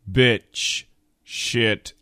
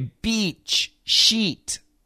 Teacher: Beach and sheet, the sound goes up. · Shown in: second take